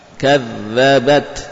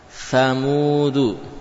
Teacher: Kalau ta dengan pangkal gigi. Kalau sa dengan ujung gigi.